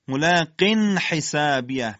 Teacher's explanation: پس این مکس تنوین در حرف حا هم به اندازه ادا یک حرف ساکنه و نه بیشتر · Term: اظهاره